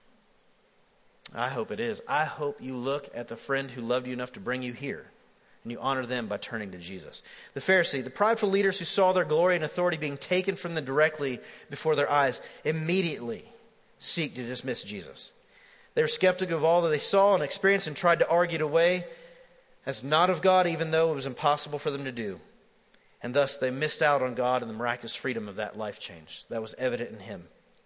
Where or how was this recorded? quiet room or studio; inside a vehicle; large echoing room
large echoing room